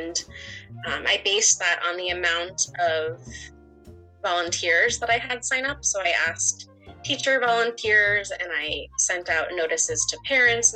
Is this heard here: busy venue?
no